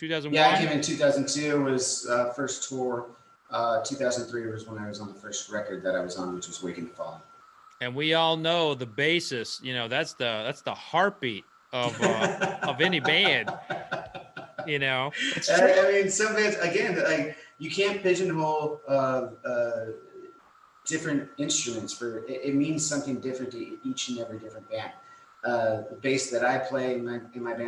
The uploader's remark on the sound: BONUS livestream recording. This simulcast was recorded before a live streaming audience, with listeners asking questions of the two.